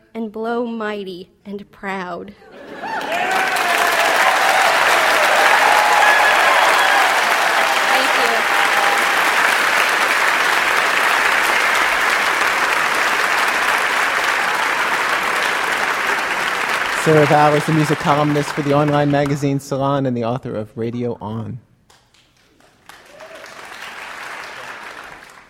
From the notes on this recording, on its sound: This show was recorded in front of a live audience at the Yerba Buena Center for the Arts in San Francisco, with help from KQED-FM, during the 1998 Public Radio Conference in San Francisco.